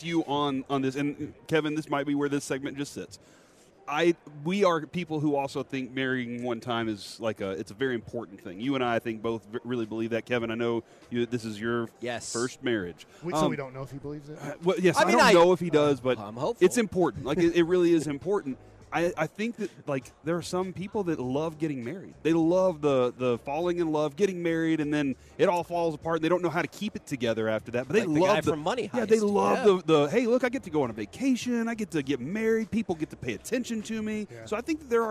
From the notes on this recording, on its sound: LIVE from Radio Row in Las Vegas!